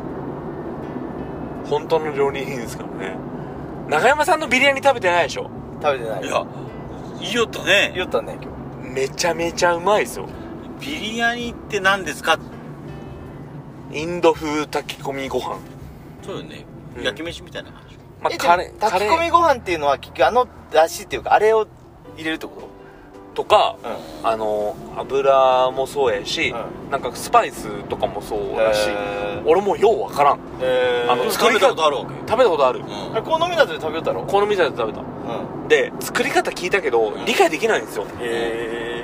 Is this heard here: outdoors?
yes